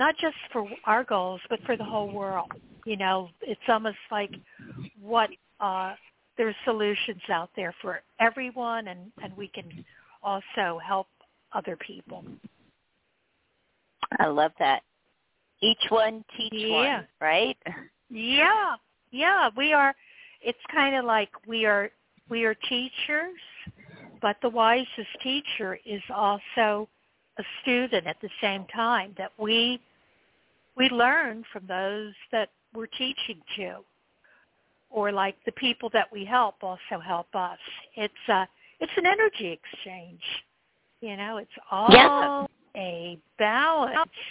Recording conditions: phone line